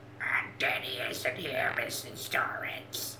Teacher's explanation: she's doing the thing where she speaks in glottal fry inhaled